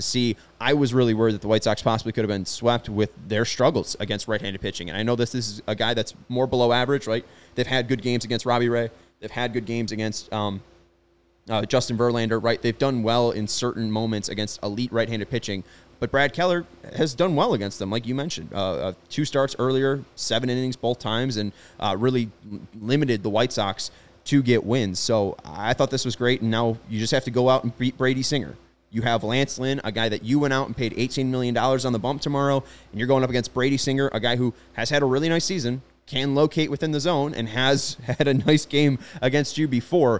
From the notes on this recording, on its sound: CHGO White Sox Live Postgame Show. Joins the show live from Guaranteed Rate Field.